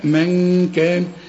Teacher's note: نون بدون تشكيل لازم تغن لأن بعدها كاف، الكاف من حروف الإخفاء